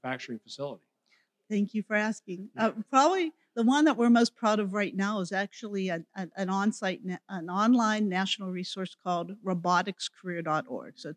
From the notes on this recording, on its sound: Recorded at the 2023 Florida Chamber Annual Future of Florida Forum. Recorded live at the Florida Chamber's "Future of Florida Forum," from Hyatt Regency Grand Cypress Resort in Orlando near Florida’s Disney World.